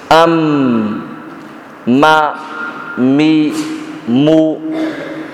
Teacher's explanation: جزء من الفم وجزء من الخيشوم